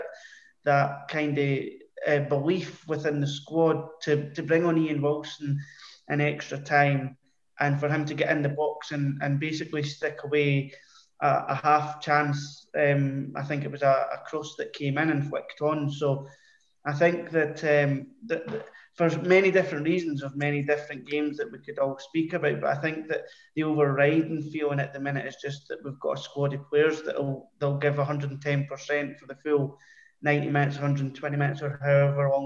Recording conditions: video call